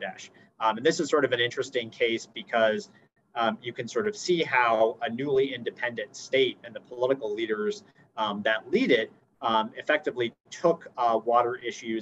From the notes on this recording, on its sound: Zoom and Facebook Live